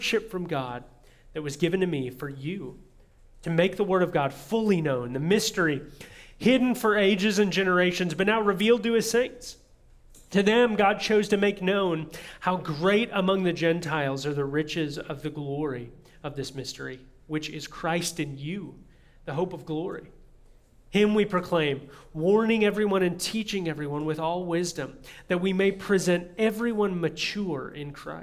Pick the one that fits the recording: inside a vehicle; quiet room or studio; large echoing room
large echoing room